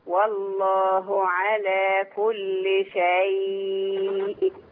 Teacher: خلي بالك الراوم ادي جزء من الكسر. ايوه يعني حاجه بسيطه من الكسر.